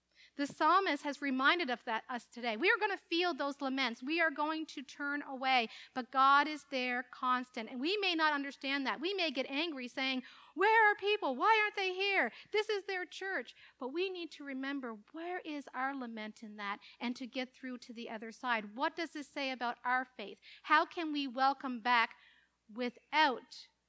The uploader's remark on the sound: Live Worship Service